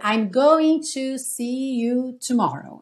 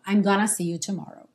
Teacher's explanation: O going to é uma outra construção que tipicamente um nativo americano vai ler como gonna · Shown in: second take